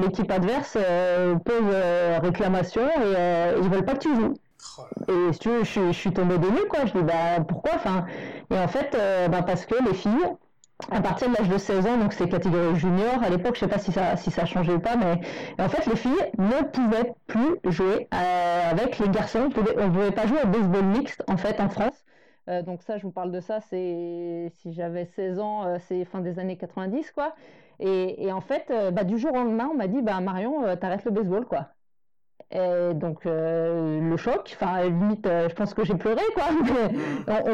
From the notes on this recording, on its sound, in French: Désolé pour la piètre qualité sonore de l'épisode